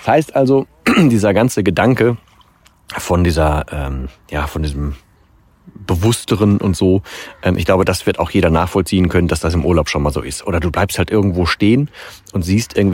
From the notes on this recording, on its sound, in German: in dieser Folge vom Strand